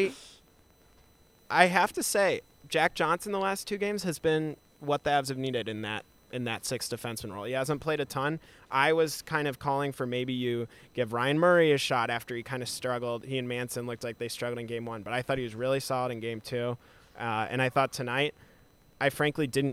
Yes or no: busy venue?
yes